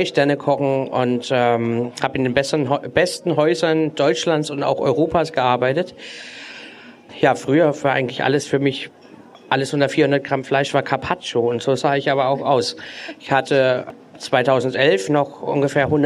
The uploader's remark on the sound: Live Podcast Special